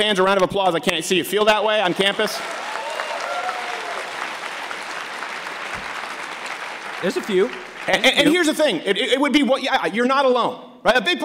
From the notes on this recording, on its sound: SPOOKTACULAR AT U of MICHIGAN! Performs live from the University of Michigan!